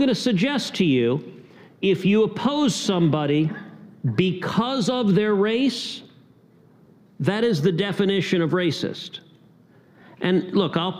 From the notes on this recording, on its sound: LIVE at Yale University. Special Young America’s Foundation event.